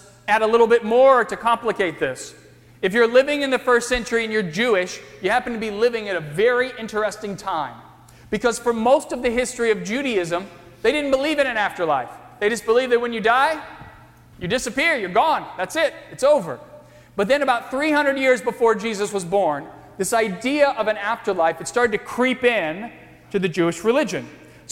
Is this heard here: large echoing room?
yes